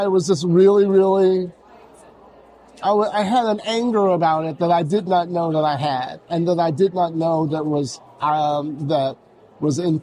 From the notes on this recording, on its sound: Beyond the Pen Goes Live at HEPL Local Author's Book Fair 2023. Recorded live at HEPL Local Author's Book Fair 2023.